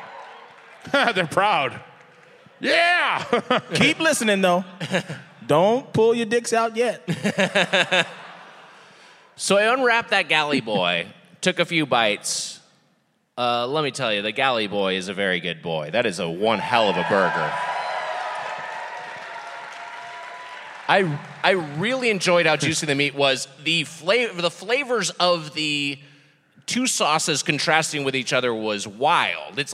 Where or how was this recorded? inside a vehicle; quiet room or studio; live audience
live audience